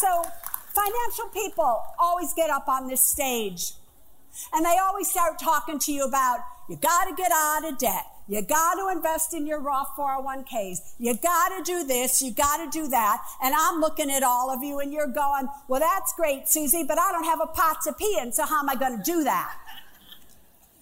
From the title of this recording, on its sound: Live From The Apollo Theater